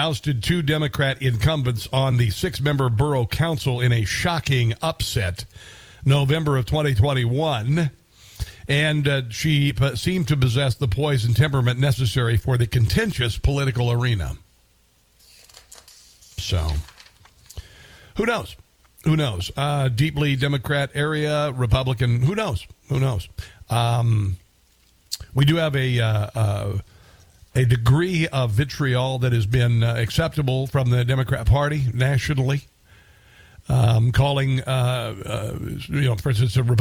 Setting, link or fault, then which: link, phone line